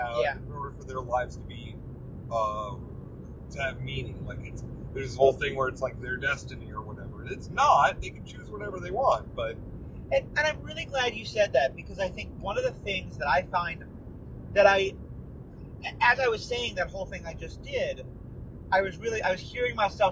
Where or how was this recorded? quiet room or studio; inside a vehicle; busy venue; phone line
inside a vehicle